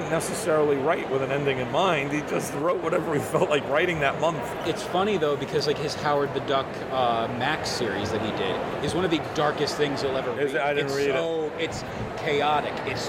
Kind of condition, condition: setting, busy venue